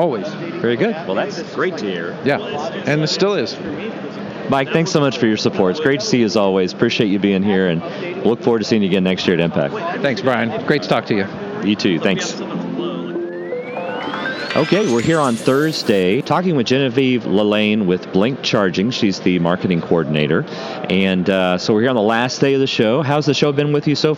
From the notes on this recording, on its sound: Relive the 2022 M-PACT Show Floor. Conversations and comments from 2022 exhibitors on the trade show floor.